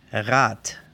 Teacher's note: la B se pronuncia P, la D se pronuncia T y la G como una K, pero solo al final.